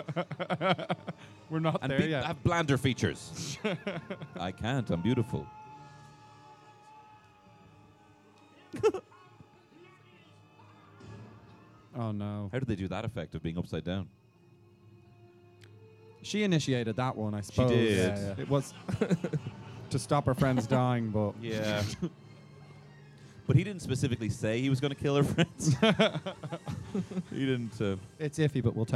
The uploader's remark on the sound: This weeks podcast is a live pod! Recorded on the 27th of October 2022 in Omniplex Rathmines; its Watch Party 4: The Mummy.